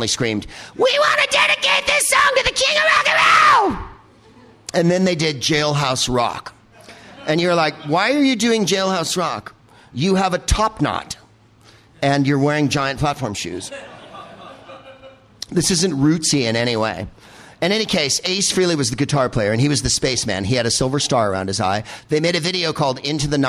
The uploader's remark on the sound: Live from the Gilded Balloon in Edinburgh.